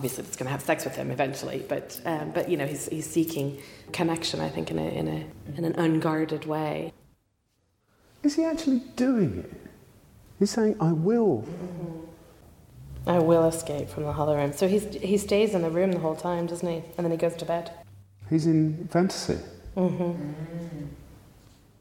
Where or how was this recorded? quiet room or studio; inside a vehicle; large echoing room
large echoing room